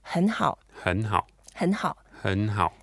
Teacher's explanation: when you put two words using third tones together, you actually make the first one slightly mild. So it will sound slightly like a second tone.